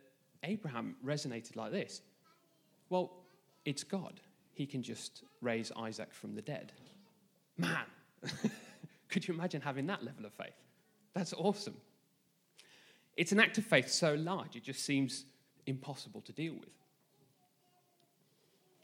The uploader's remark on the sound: This message was recorded live at our Malmö Gathering on Sunday, July 9th, 2023.